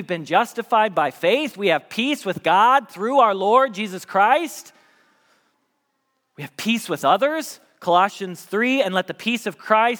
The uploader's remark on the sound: Message Preached at Valley Creek Church